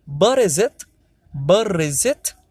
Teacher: we can say all together and the T becomes a sound like an R sound